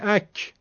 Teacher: حالا بگید اک، کاف بگید، این جلوتر از زبون اومد بالا. اونجایی که میگید اک، کافو میگید زبون میاد بالا، اون قاعده زبونه و خیلی هم زیاد هست و عرضم پهنه